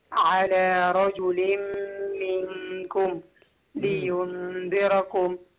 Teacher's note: نون ساكنة وبعدها الكاف إخفاء